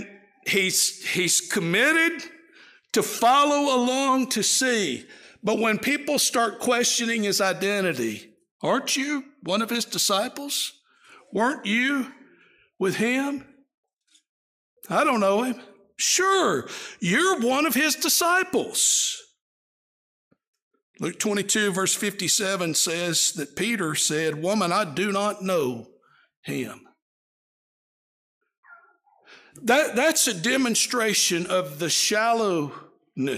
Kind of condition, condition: setting, large echoing room